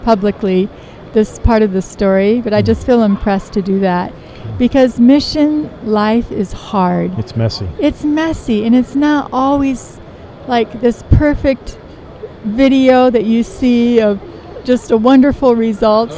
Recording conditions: busy venue